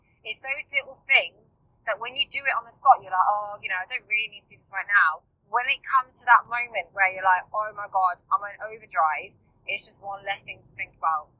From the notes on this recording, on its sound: Whilst I am in the car on the way back from the launch photoshoot.